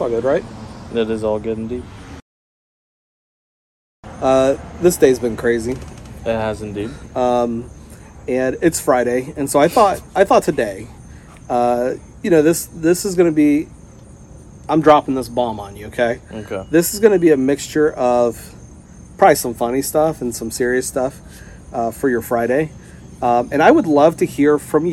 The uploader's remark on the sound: Chatting at a Garage Sale. They chat it up while sitting outside.